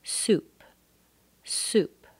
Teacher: It's also rather short because it ends with an unvoiced sound